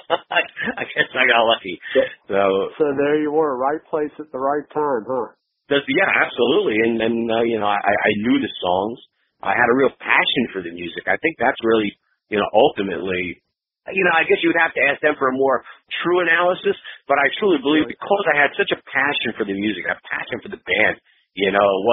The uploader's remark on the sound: We jumped on the phone